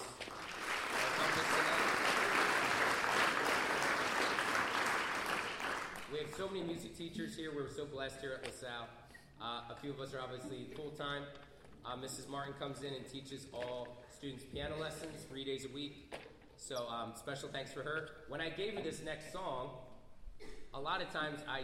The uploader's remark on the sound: Performed Live May 3 in La Salle College High School Auditorium.